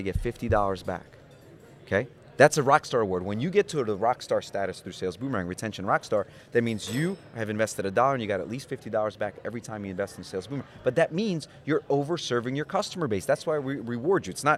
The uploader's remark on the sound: Recorded from the Annual Florida Mortgage Bankers Association Conference